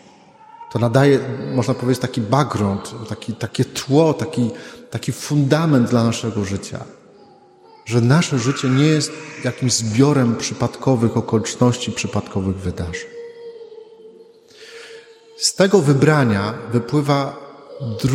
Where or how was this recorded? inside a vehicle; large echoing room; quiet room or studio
large echoing room